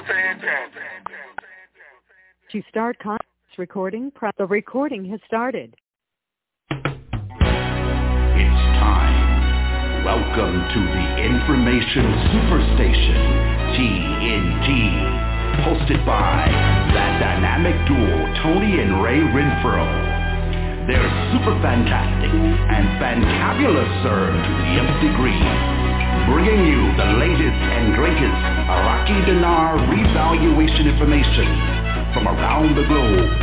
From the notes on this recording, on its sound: Conference Call